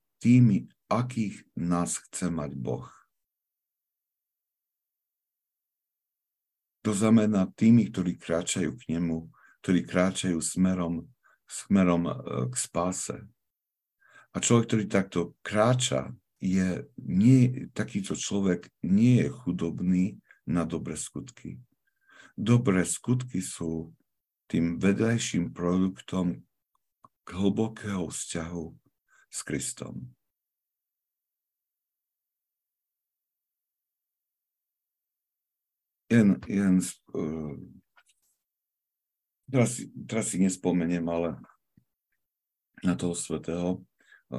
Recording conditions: video call